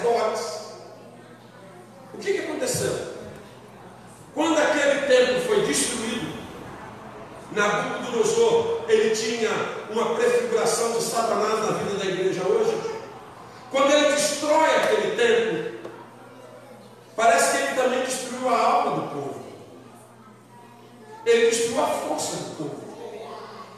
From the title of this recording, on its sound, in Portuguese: Ao Vivo na Casa de Louvor